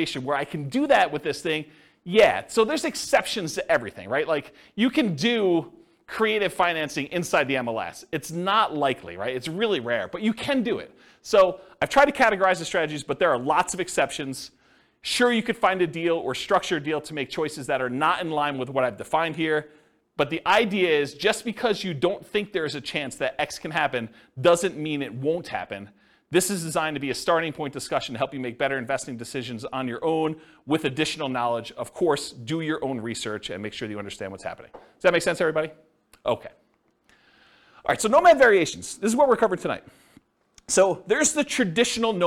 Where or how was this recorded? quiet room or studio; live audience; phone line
live audience